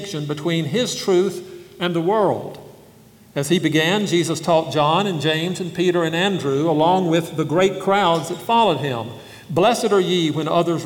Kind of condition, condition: setting, live audience